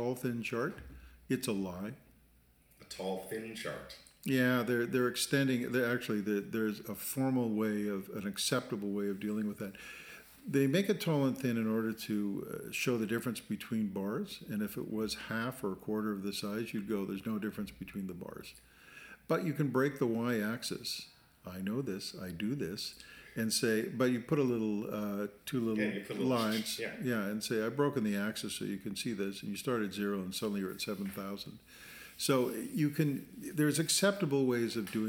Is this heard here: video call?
no